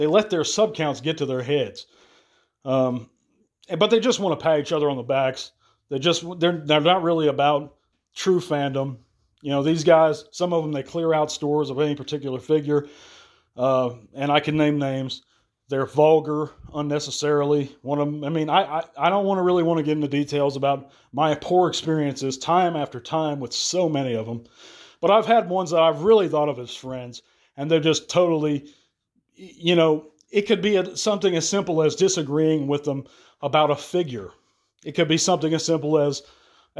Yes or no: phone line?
no